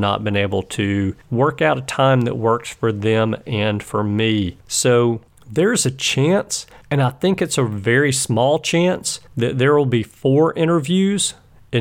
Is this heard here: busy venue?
no